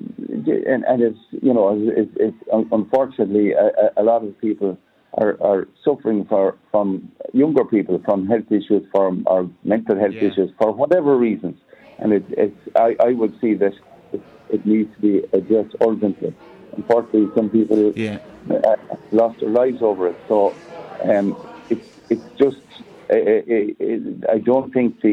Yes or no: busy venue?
yes